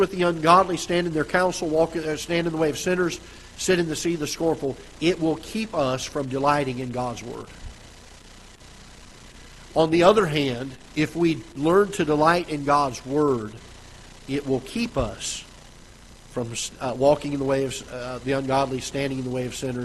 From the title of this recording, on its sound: Ketha Heights Baptist Church ~ Live Broadcast